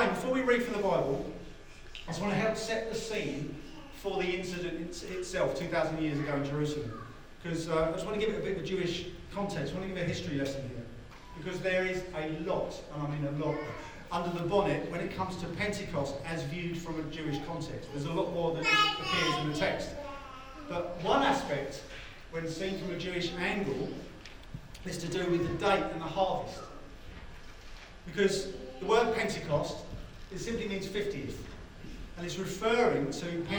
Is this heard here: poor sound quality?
yes